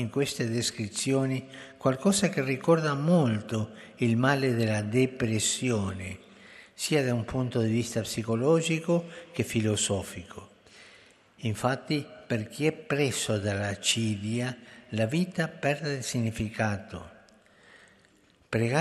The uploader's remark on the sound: FROM THE PAULVI HALL